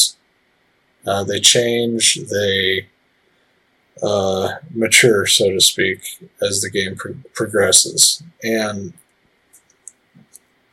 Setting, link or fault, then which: fault, poor sound quality